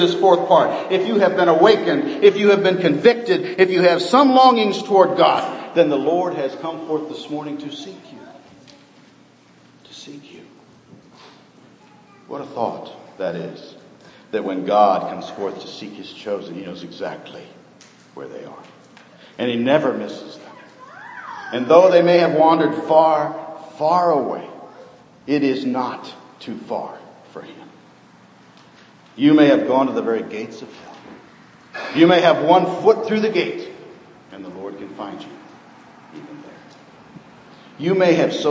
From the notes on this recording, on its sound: Sermon preached on Old Fashioned Sunday, 2012.